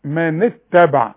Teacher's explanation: الهمزة دية اللي فوقها رأس الصاد لا تنطق ابدا في عموم المصحف اذا كان قبلها كلمة او حرف، انما وضعت امام الحرف الساكن علشان العرب ما لا تنطق بحرف ساكن ابدا. · Term: همزة الوصل